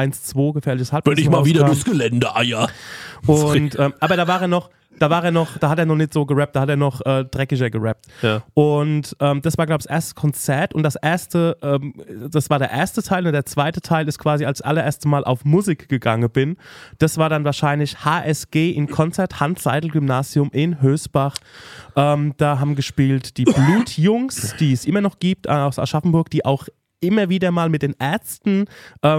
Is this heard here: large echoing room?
no